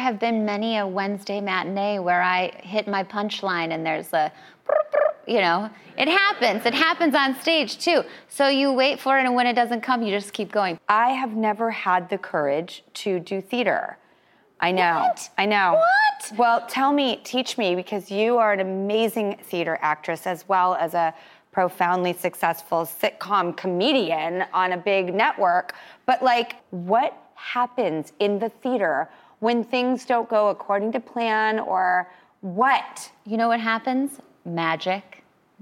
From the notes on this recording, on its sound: one lucky in-studio audience member will play